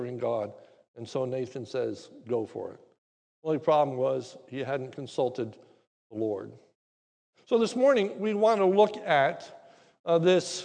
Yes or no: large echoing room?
yes